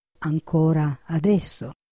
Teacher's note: La parola ancora può essere piana, con l'accento cioè sulla O